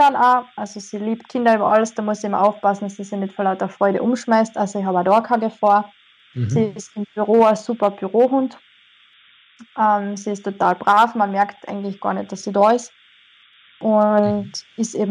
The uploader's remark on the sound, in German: ein Telefoninterview